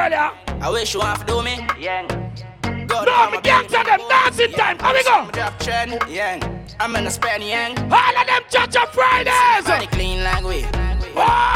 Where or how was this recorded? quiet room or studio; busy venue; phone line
busy venue